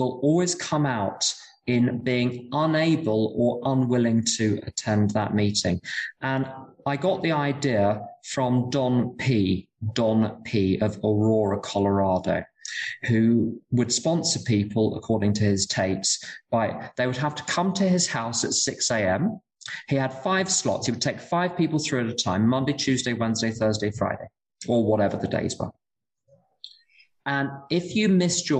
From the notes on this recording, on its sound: Speaking in Berlin at the Friendly Circle Group. This event is live and on Zoom.